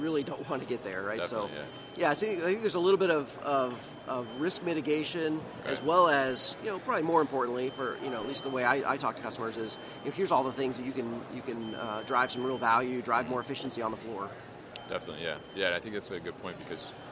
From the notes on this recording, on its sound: This was recorded at MODEX 2020.